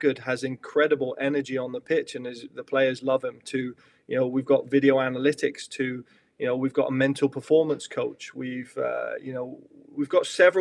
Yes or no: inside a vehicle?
no